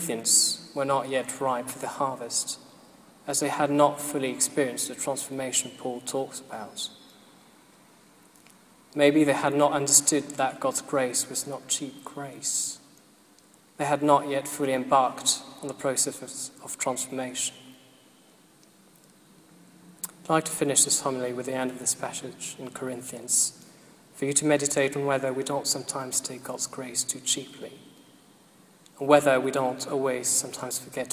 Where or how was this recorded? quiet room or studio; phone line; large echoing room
large echoing room